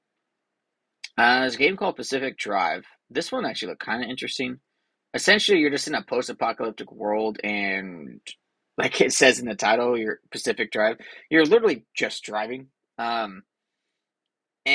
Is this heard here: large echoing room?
no